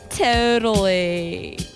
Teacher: there was a real regional accent behind those fronted vowels in words like totally and good